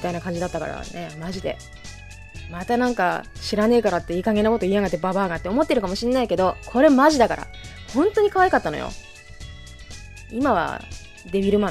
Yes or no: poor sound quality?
no